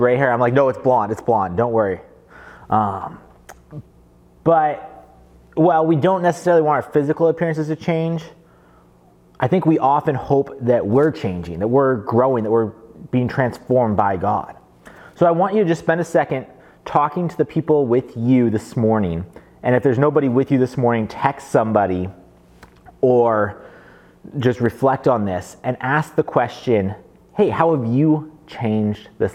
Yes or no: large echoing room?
yes